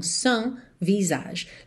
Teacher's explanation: Mas esse S final não é pronunciado. · Term: S mudo